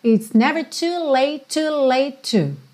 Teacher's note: como ele fala late e já tem outro to na sequência, esses dois T's viram um T só